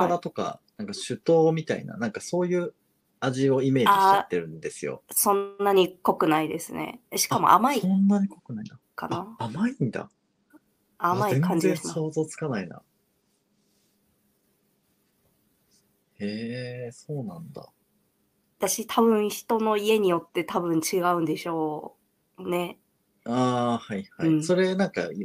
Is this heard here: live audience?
no